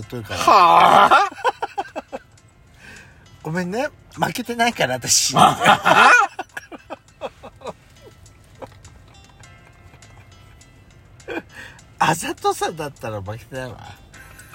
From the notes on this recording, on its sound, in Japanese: パーキング収録